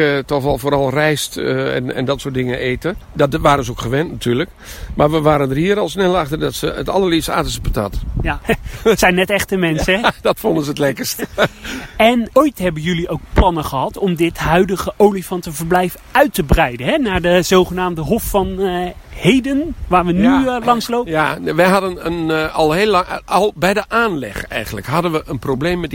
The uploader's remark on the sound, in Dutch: Wandeling door het Noorder dierenpark